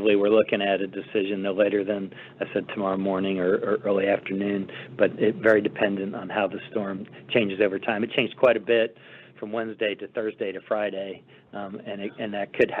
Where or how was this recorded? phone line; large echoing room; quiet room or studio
phone line